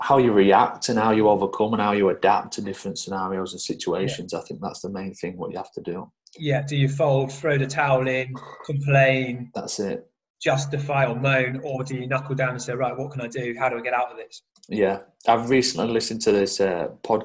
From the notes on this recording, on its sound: This episode was recorded via Zoom